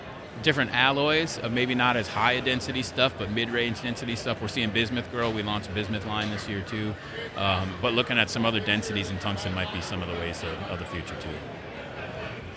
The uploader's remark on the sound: at the NWTF convention in Nashville, TN